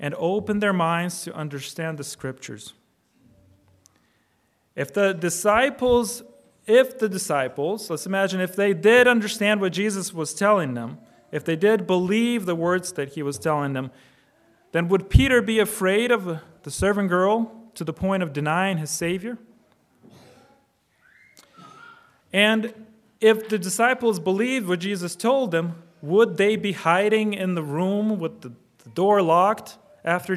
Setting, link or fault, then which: setting, large echoing room